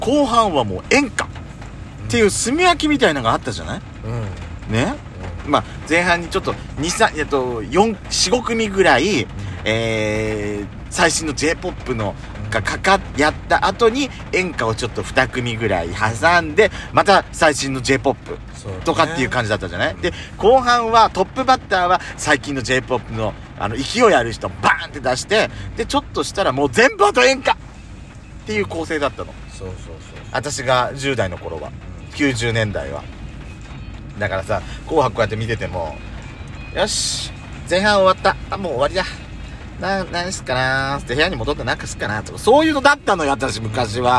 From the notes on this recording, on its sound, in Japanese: パーキング収録